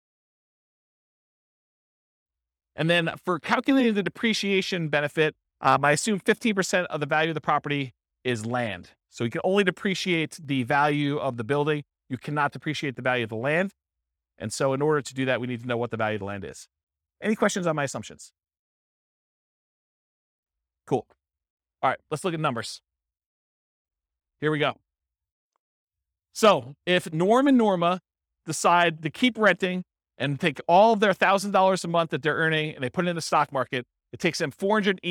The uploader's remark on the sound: This was a live class recorded